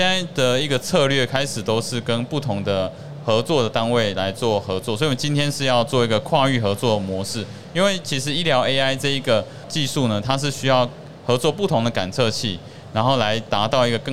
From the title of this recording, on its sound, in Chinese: 2022 Medical Taiwan台灣國際醫療暨健康照護展 -Live Podcast